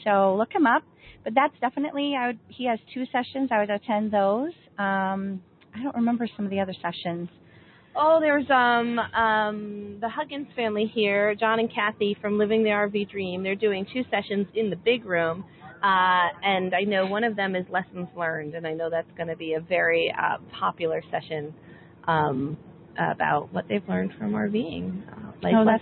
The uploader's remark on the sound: Live From the 56th Escapade Escapees Rally July 2016 Essex Junction, VT